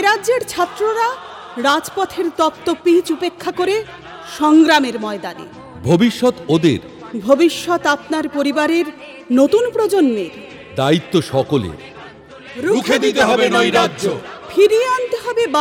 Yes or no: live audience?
yes